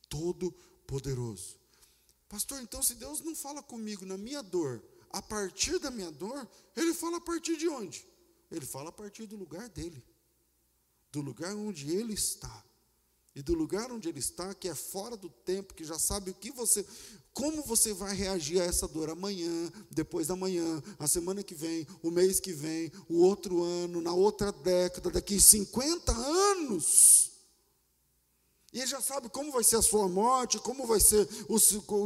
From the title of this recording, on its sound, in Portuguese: Culto ao vivo